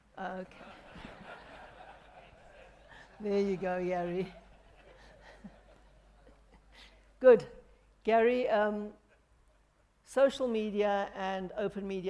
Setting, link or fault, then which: setting, live audience